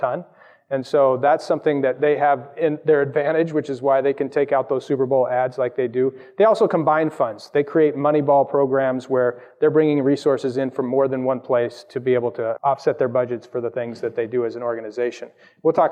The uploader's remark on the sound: Presented together at the conference. Recorded live at the conference.